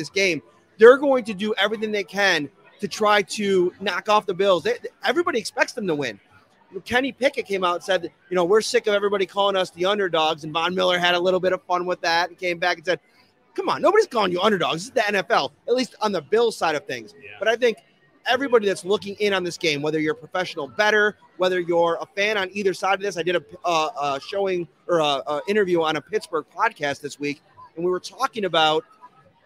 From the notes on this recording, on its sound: live at Imperial Pizza in South Buffalo